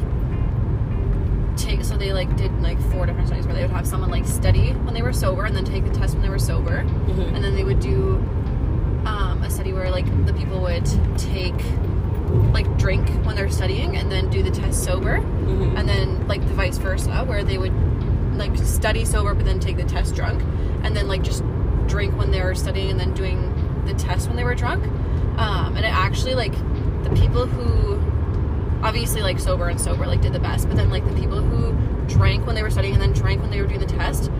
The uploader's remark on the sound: POV: Driving to Calgary, coming back from our camping trip in Kananaskis.